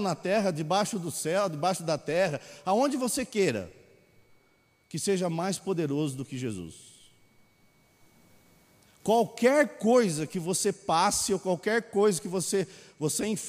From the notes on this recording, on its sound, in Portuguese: Mensagem gravada na Bíblica de Botucatu